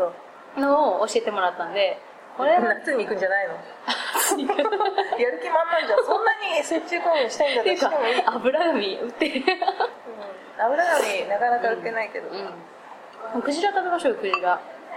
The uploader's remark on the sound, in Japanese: 長崎、熊本旅行ラスト 空港編。未公開の理由は、「多方面にわたって酷い」主に音質やらなにやら。